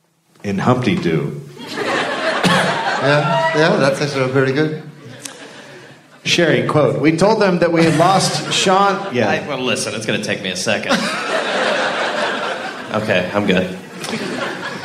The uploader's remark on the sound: Live in Australia. A live episode recorded at the Anthenaeum Theater in Melbourne.